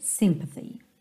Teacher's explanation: A sílaba tônica é a primeira.